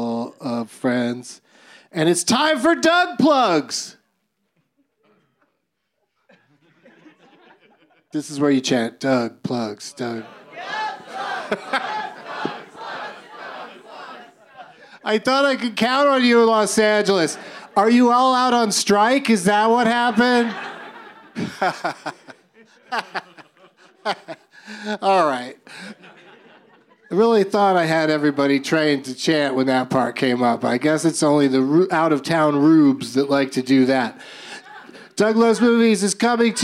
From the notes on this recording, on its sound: Live from Dynasty Typewriter in Los Angeles